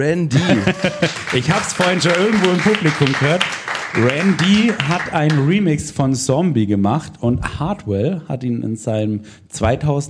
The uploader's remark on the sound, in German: live im Afterwork